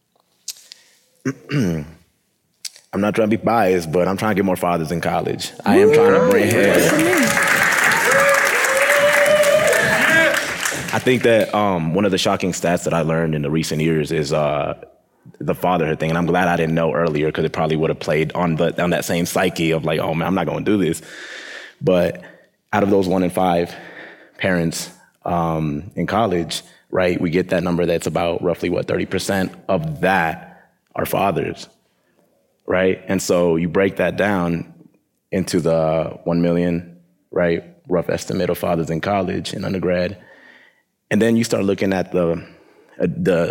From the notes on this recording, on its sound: Our first live episode recorded at the inaugural Ascend Parent Advisor Convening in Aspen, CO in front of an audience of student parents.